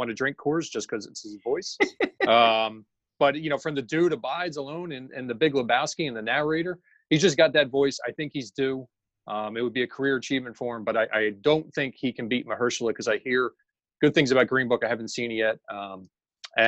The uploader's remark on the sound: What happens when you put two pop-culture fanatic fundraisers on a Zoom call and talk about this year's Academy Awards?